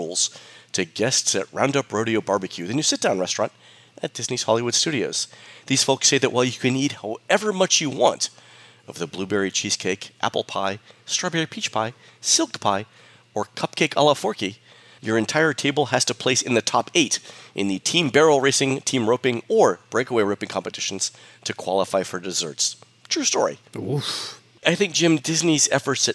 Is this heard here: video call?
no